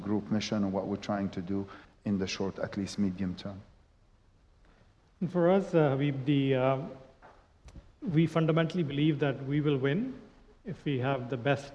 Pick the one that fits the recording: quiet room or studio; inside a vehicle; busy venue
busy venue